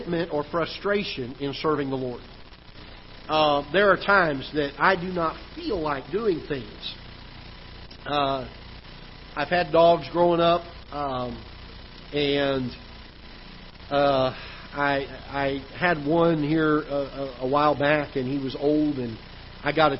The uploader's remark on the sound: Ketha Heights Baptist Church ~ Live Broadcast